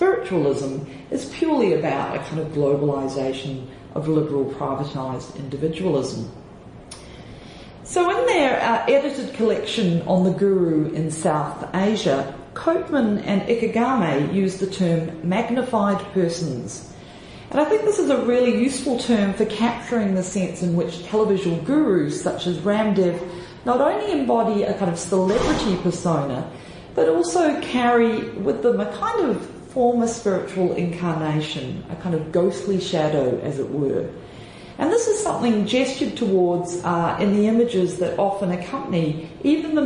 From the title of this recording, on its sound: Plenary Address FILLM Conference, India